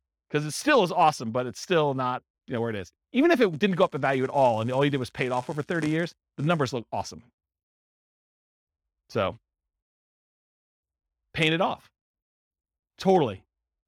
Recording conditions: live audience